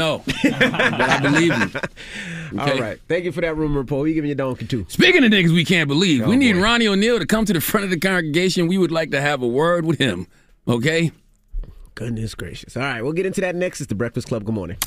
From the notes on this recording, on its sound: we opened up the phone lines